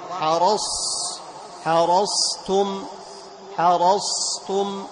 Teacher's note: فلا بد أن تبين الصاد بإطباقها · Term: الإطباق